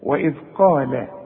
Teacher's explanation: القاف اعلى درجات التفخيم لانها بعدها الف